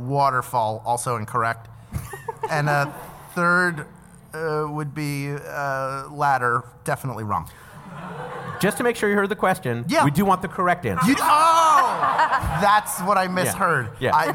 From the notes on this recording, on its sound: it’s another LIVE edition of Go Fact Yourself!